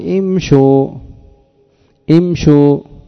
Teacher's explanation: فتنطق الهمزة بالكسر في افتتاح الكلام